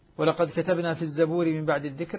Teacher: قرأ حمزة رحمه الله من دون القراء جميعا كلمة الزبور بضم الزاي